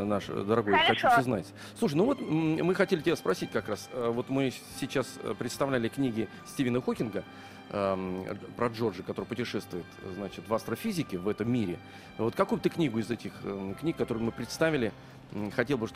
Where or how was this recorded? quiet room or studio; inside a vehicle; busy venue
busy venue